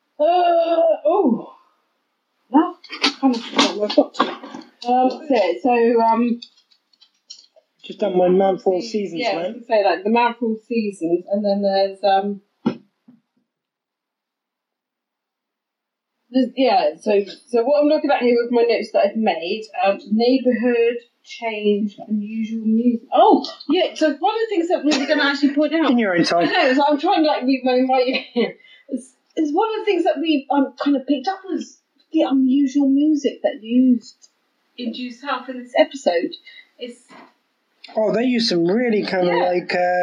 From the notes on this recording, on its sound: Sorry for any lack of audio quality. Sorry for the lack of general quality, but we got quite drunk on this one.